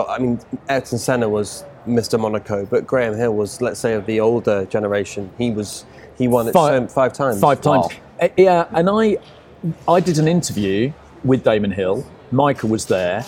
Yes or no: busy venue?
yes